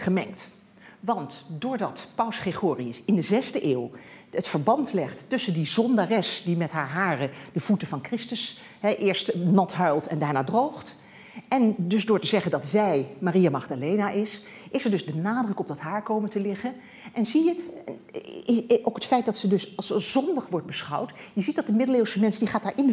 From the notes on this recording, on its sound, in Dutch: Deze lezing werd opgenomen in Museum Catharijneconvent. Is georganiseerd in het kader van de tentoonstelling Body language.